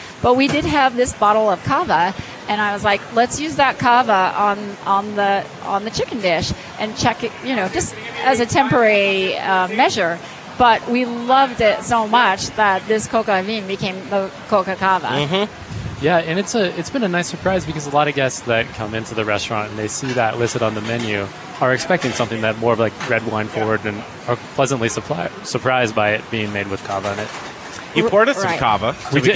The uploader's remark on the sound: We're doing our show live from inside the kitchen at the hottest new restaurant in Denver